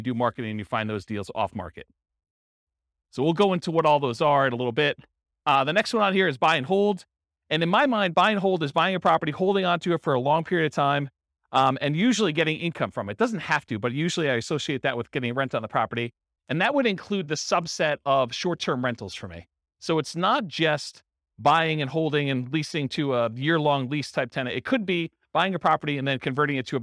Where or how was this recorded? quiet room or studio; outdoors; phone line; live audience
live audience